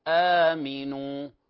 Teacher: كلمة آمنا فتمد بمقدار حركتين · Term: مد بدل